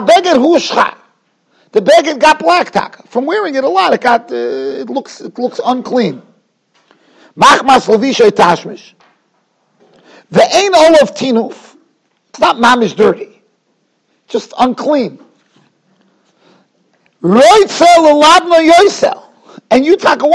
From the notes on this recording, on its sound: Shiur recorded in Yeshivas Ohr Reuven, Monsey, NY.